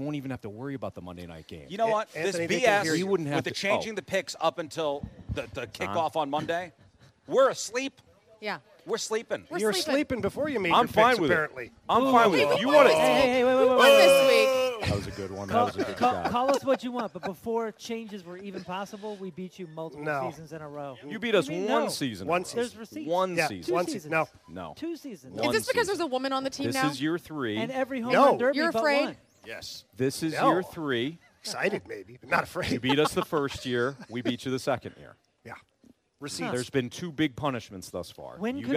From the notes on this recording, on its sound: live at Scott Airforce Base